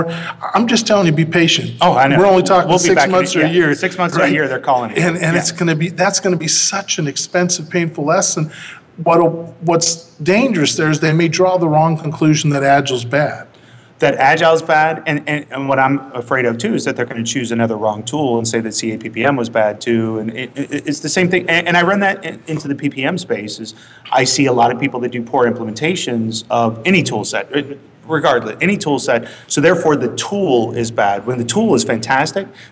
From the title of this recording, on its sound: Live from PMI Birmingham Symposium